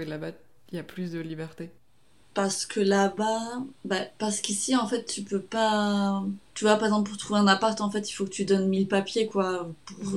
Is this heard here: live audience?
no